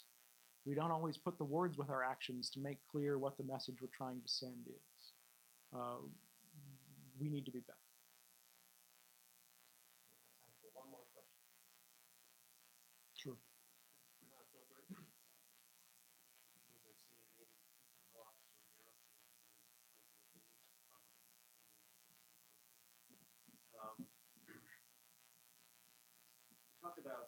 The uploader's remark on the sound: This lecture was given at The Institute of World Politics on November 10th 2016